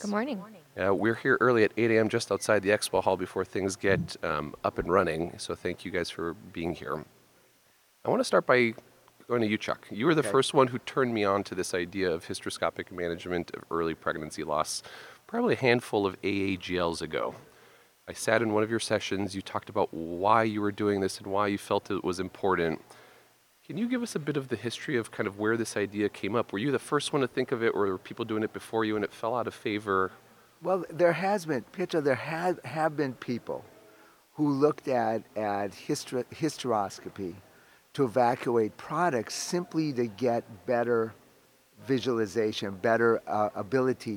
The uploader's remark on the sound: Live from ASRM 2023